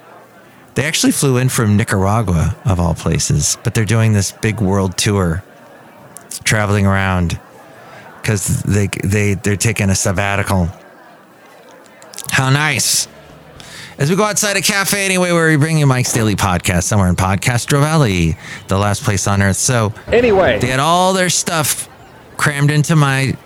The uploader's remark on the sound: podcasts live from Café Anyway